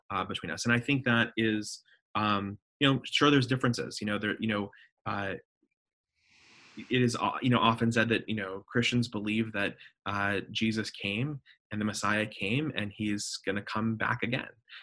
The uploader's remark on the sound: A Rabbi and a Pastor Walk into a Zoom Call.